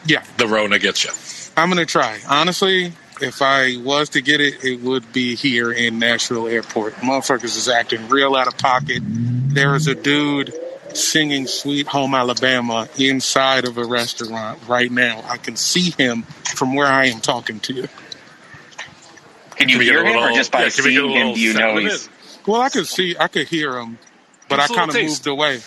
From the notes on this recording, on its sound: Live from the Nashville Airport. The buds do it live on the Locker Room App. Sits outside a Chili's in the Nashville airport.